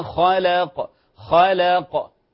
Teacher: كلمة خلق لاحظ الخاء تفخيم، طيب والقاف تفخيم، اللام في الوسط، في الوسط ترقيق، فلا أقول خلق خلق، لاحظ الخاء، فانتبه إلى الحرف المرقق إذا جاور أو توسط حروف تفخيم.